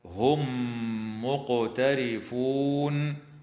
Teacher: وتدغم الميم الساكنة في الميم مع الغنة في قوله تعالى: هم مقترفون، مع مراعاة قلقلة القاف في كلمة مقترفون.